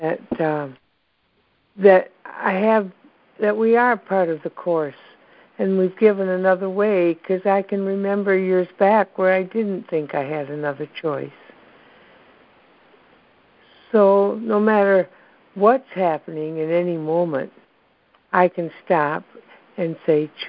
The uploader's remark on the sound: ACIM Daily TEXT Conference Call